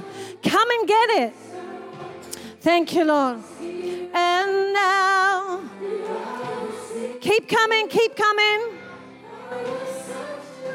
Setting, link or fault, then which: setting, large echoing room